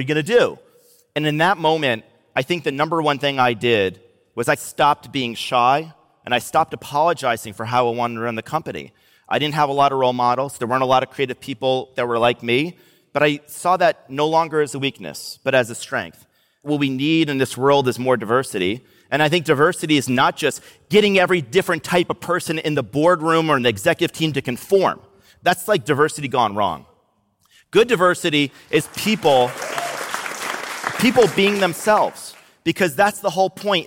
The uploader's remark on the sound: Recorded live on stage at the Masters of Scale Summit in San Francisco.